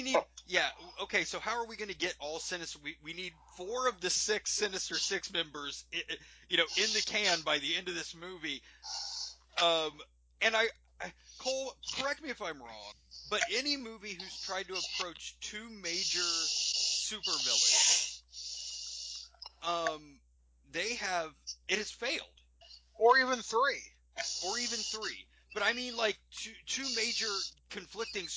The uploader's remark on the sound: There are technical difficulties throughout.